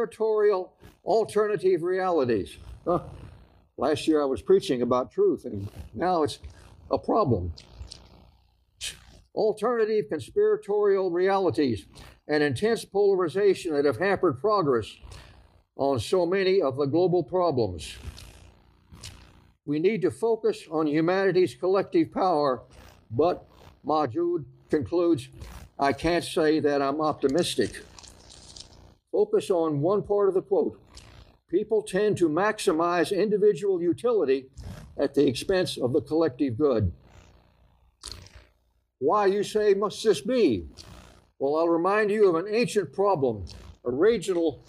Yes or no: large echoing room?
yes